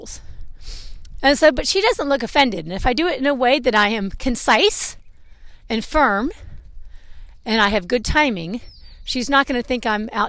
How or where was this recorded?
outdoors